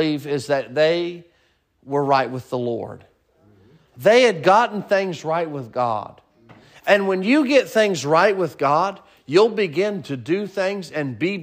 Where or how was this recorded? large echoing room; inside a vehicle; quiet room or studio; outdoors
large echoing room